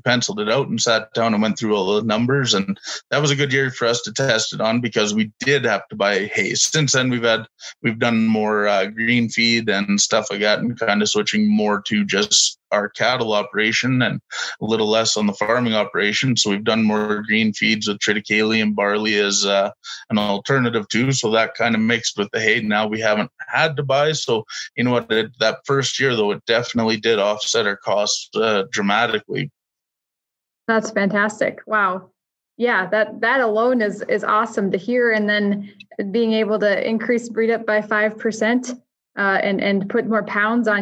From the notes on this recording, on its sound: Webinar Recordings.